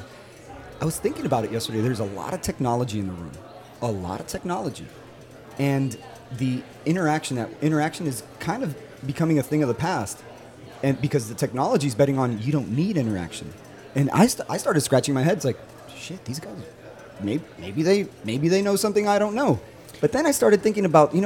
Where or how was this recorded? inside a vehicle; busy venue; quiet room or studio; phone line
busy venue